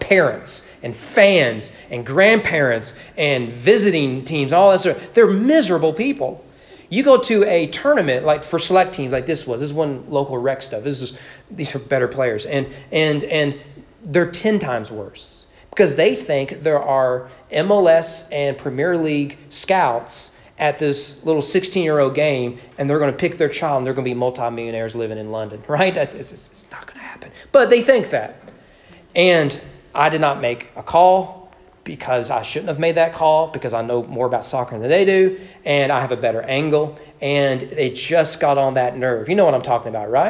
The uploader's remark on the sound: Sermon preached at East Frankfort Baptist Church during Sunday evening worship on April 10, 2022.